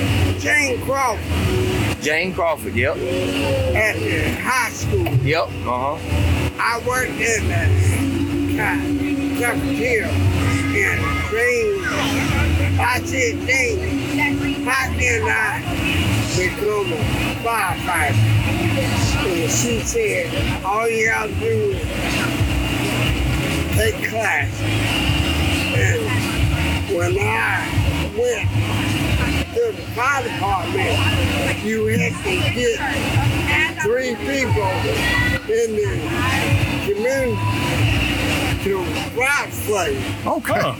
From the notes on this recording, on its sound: JOES Grill -- The Bottoms. They take their microphones to downtown Rocky Mount to capture the stories of the people who make this community unique. As part of the 150th Anniversary of The town of Rocky Mount, We set up next to the historic First Baptist Church's original location. Amid the sounds of Gospel next door, soul, and country music from down the street, we hear from a diverse group of individuals.